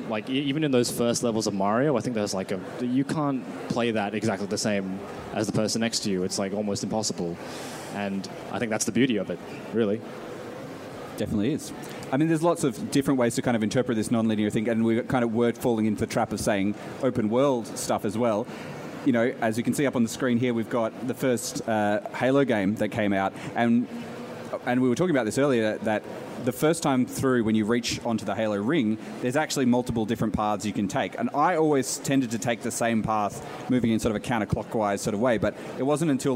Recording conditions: live audience